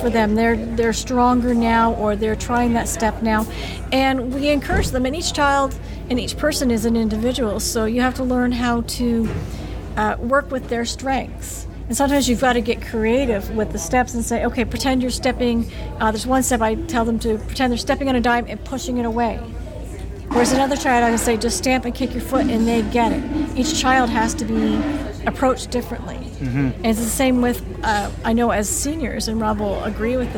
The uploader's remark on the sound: Recorded at Ukraina Village in Brantford, Ontario, on July 3, 2013. Recorded at Ukraina Village in Brantford, Ontario.